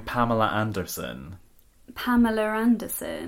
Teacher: So you're sticking an R in between those two words to sort of bridge between the two A's. But I'm also not pronouncing the R in Anderson.